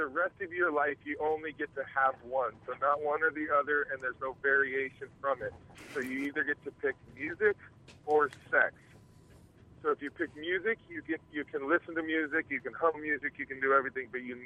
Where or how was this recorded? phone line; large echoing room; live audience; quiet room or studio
phone line